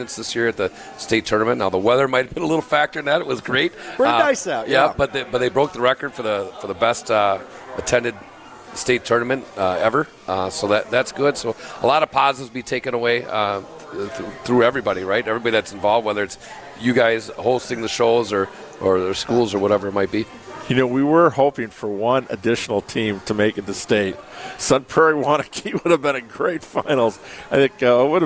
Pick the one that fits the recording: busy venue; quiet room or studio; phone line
busy venue